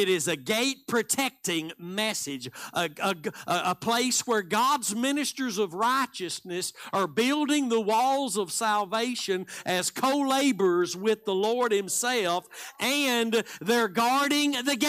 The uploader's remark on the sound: Live Sunday Morning Service